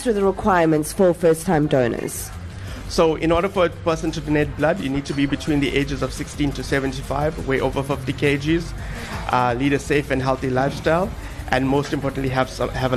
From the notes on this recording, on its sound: Coming to you live from Richard's Bay. We are live from Netcare The Bay Hospital.